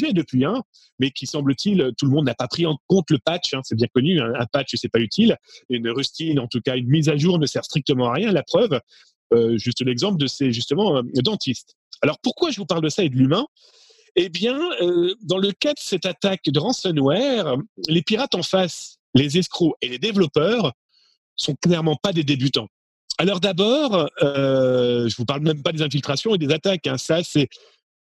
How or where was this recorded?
video call